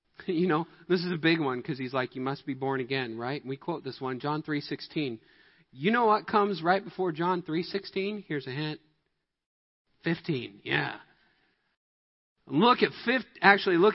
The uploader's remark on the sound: Midland Evangelical Free Church Sermon Audio